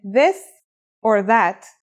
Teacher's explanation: This letter's pronunciation is a voiced sound, the, as in this or that. It's pronounced with the tongue between the upper and the lower teeth.